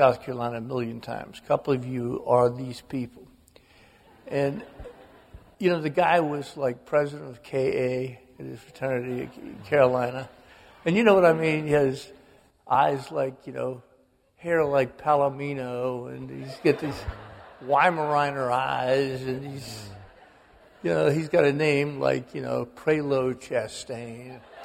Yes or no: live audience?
yes